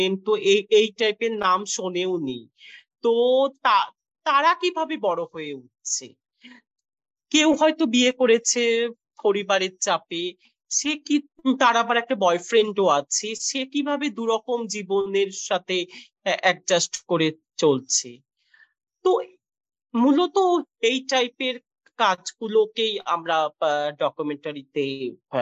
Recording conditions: video call